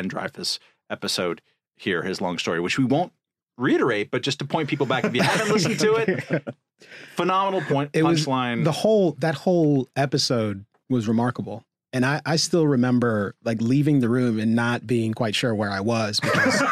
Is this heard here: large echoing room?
no